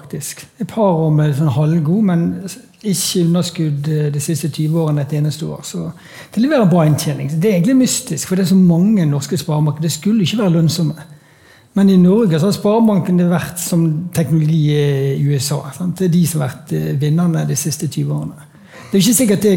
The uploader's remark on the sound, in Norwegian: Dette lydsporet er hentet fra #pengepodden LIVE, som fant sted på Oslo Event Hub